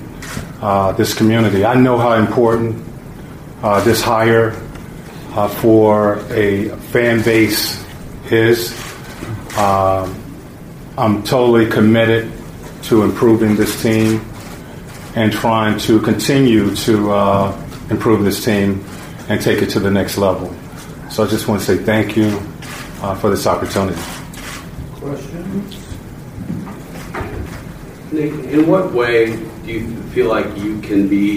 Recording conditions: busy venue